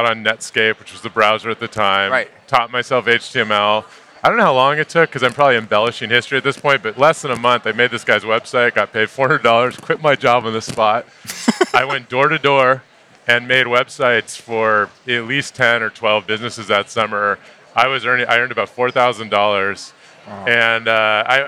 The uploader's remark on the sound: Live from San Francisco. The three of them sit down at Salesforce's massive tech conference Dreamforce.